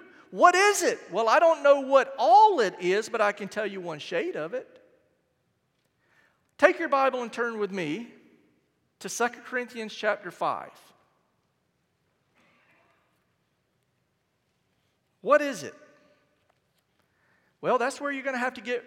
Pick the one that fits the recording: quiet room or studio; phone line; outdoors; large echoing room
large echoing room